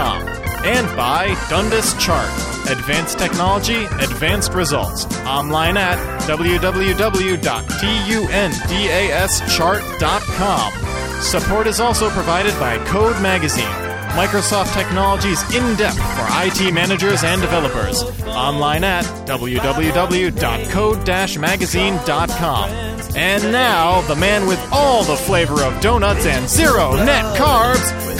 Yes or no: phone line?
yes